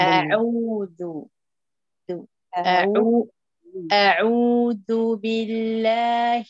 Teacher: حاولي تجيب لي الرخاوة ذبذبة الذال في كلمة أعوذ